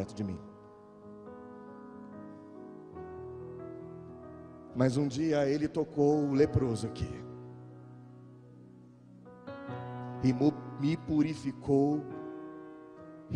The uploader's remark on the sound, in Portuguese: Gravado ao vivo na igreja.